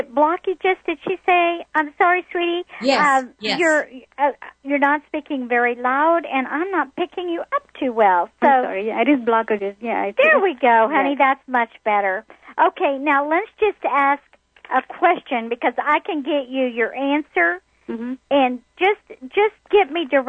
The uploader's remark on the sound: Opening the phone lines to take your questions about your life purpose, relationships, career opportunities and every.